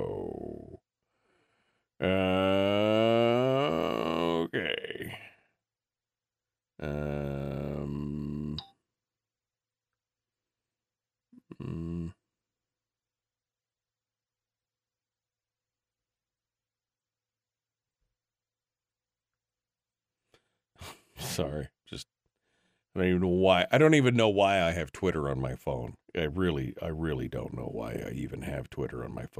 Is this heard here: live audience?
no